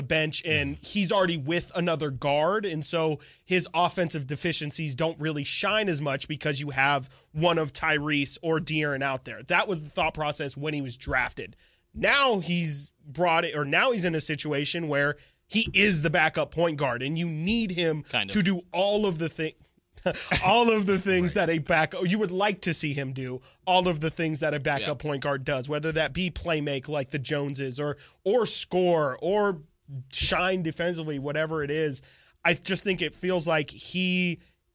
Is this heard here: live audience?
no